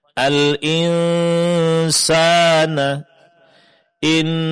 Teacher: Dengung di sini ya terjadi pada huruf nun. Pertama karena nunnya sukun bertemu dengan huruf sin.